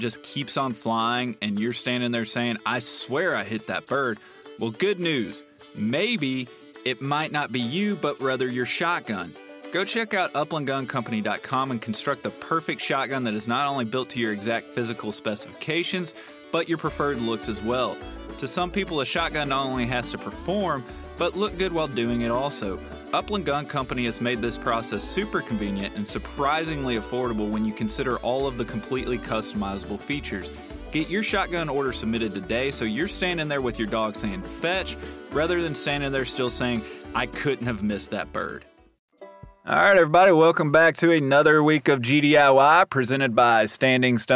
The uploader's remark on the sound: we connected for a call and I thought it would be fun to record the conversation